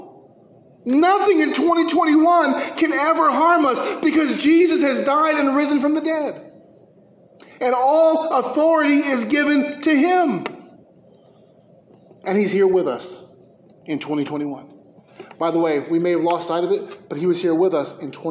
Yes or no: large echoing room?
yes